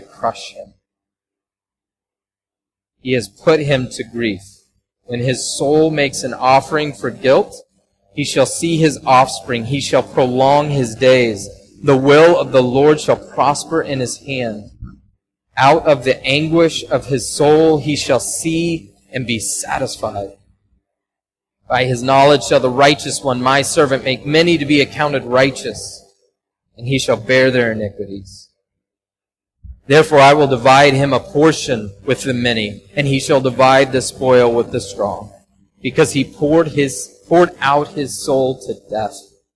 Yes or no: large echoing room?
yes